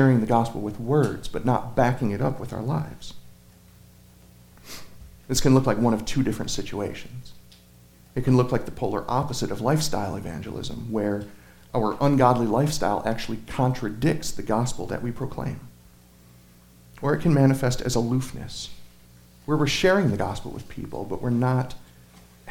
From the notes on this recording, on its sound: Sermon Audio from Crossway Christian Church